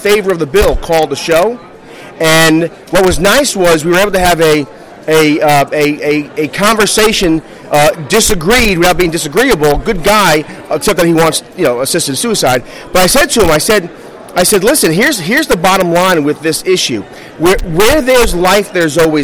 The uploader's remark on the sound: A special edition of Red Maryland Radio taped live at the first day of the 2019 Conservative Political Action Conference.